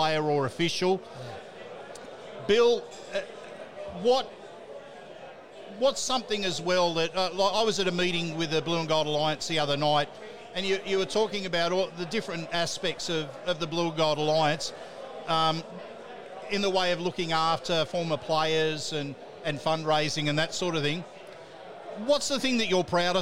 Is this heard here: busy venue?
yes